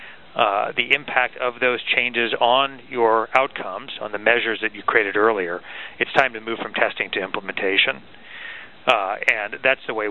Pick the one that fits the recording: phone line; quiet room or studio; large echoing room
phone line